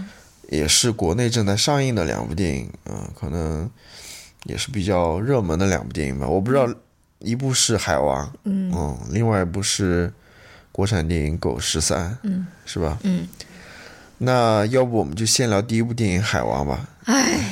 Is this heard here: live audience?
no